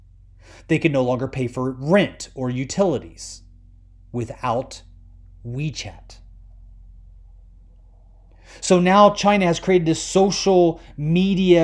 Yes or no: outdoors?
no